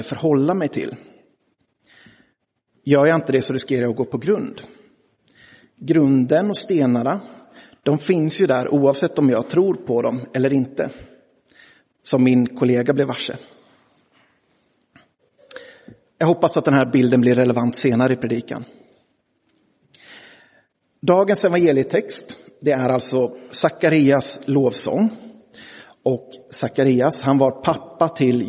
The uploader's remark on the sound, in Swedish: Inspelad i Roseniuskyrkan den 25 juni 2023.